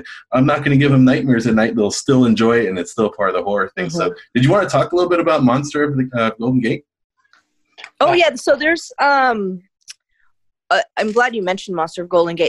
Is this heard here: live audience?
no